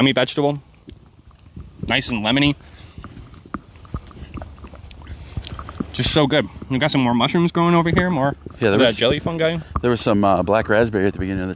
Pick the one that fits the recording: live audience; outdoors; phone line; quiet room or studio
outdoors